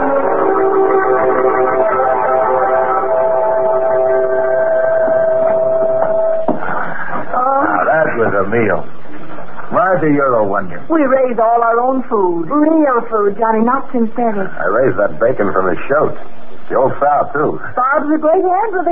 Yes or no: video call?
no